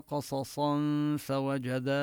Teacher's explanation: قصصا كذلك ننتبه لتفخيم القاف والصاد، ونقف بالألف، فإذا وصلنا قصصا فوجدا بالإخفاء، نخفي هذه النون التي في التنوين، النون الساكنة مع الغنة